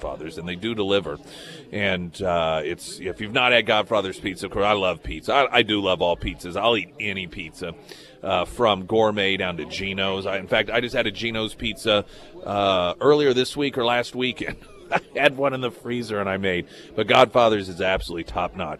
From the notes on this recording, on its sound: live at Scramblers Diner for the Friday Road Show